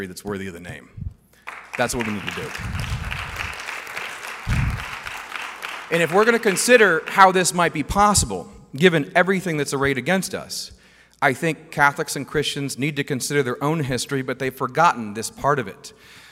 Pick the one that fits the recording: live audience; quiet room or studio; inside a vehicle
live audience